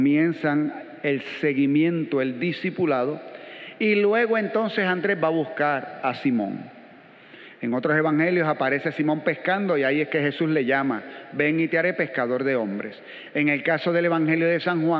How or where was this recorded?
large echoing room